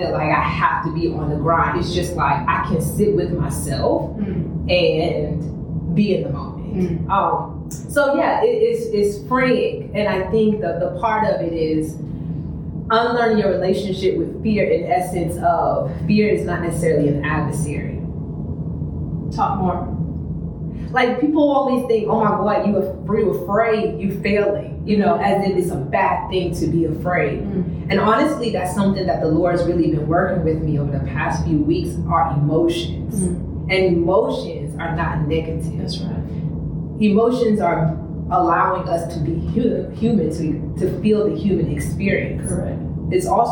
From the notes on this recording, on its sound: The mics weren’t working so excuse the sound quality